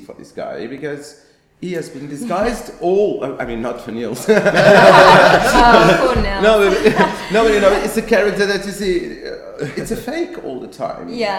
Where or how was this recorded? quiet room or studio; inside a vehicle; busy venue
busy venue